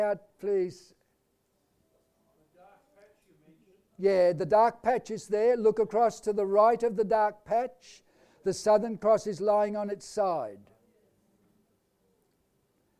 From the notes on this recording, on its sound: Audio sermon recorded live at Annual Family Church Camp 2020 at Phillip Island, Victoria, Australia.